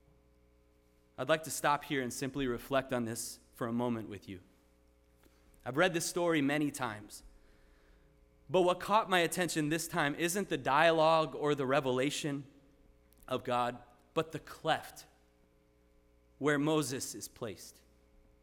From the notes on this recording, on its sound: Sermon preached at RCHP on October 22, 2023.